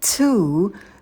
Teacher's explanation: добавляем придыхание, долгий звук у, губы вперед не вытягиваем, произносим звук у через улыбку.